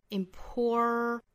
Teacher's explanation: 看到字母 R，美音一定要注意卷舌了。Important,或者是 important.逼这么一下，发鼻腔爆破。Important.